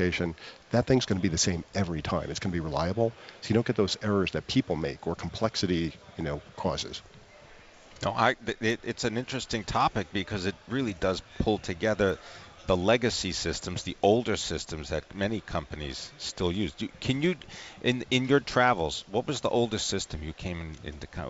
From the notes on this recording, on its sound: Live from the 2017 Red Hat Summit in Boston